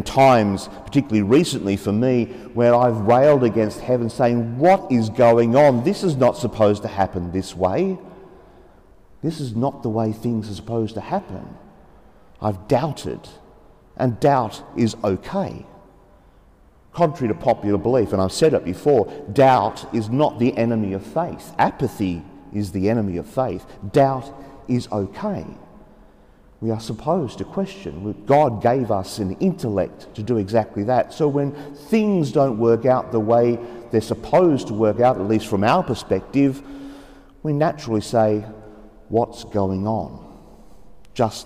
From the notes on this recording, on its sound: The homily for the 2nd Sunday of Easter (Year B) from Sacred Heart Cathedral, Hamilton.